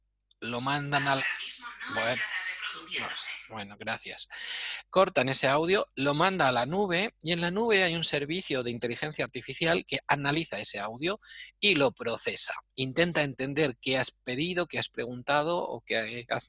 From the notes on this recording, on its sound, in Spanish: Audio del Webminar que grabamos el miércoles 8 de abril de 2020. Audio del Webminar que grabamos el miércoles 8 de abril de 2020.